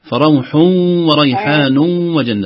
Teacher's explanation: لم نظهر التنوين، أدغمنا فروح وريحان مباشرة تدخل على الواو الذي بعد التنوين